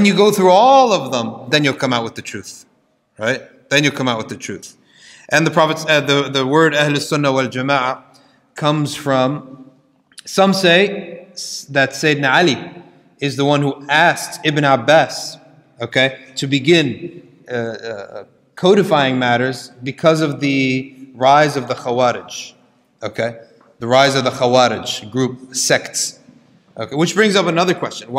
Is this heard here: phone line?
no